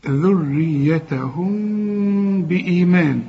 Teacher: اوعى تقول لي ذريتهم وتقفل شفايفك، انفراج في الشفايف · Term: اخفاء شفوي